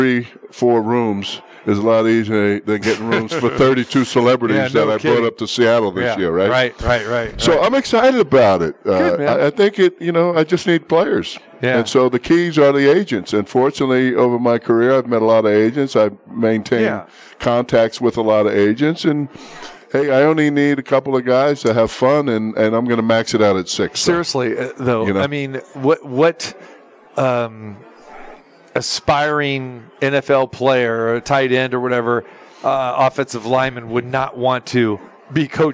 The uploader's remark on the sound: Live from the Super Book at Westgate Las Vegas